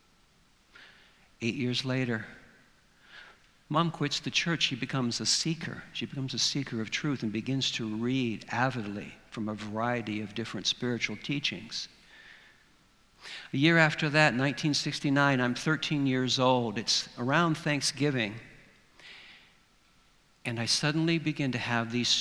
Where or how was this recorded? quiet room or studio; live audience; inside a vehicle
live audience